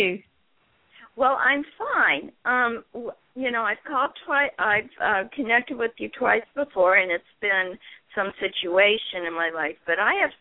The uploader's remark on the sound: Takes your calls for healing live today!